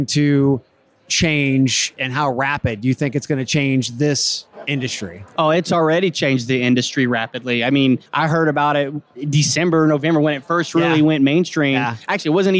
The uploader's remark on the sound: Live from UNLEASH America in the Workhuman booth.